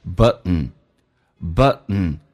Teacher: 但在口语化当中 T 跟 N 组合经常那个 T 是不用发音，气流阻塞一下